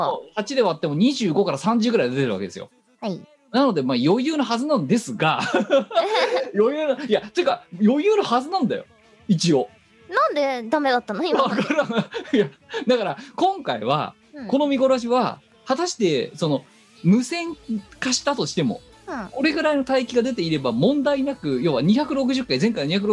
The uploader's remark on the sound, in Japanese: 本番組はリモート収録です。収録時環境の影響により、聴き取り辛い部分があります。